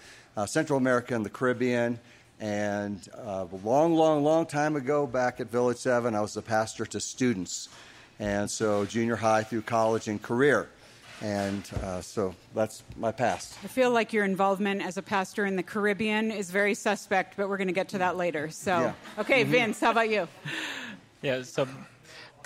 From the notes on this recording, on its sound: The Boundless team recently held a live event at Third Space Coffee in Colorado Springs. Joining us were three pastors from the area. We put mics in front of them. Over 80 young adults sipped coffee and listened.